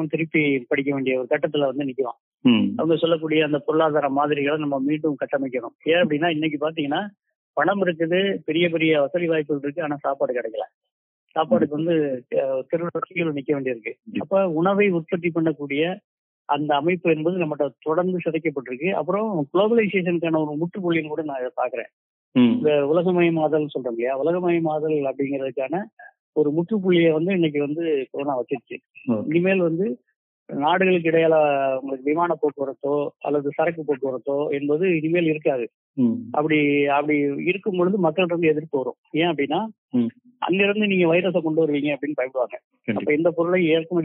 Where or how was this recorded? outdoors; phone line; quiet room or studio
phone line